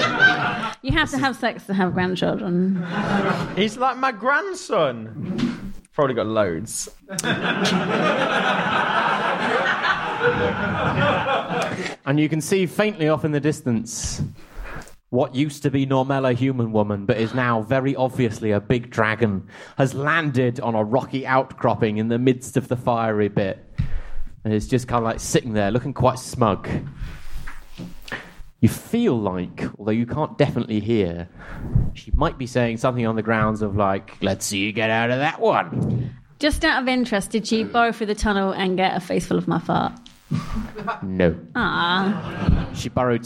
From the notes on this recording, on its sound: Audience suggestions for this episode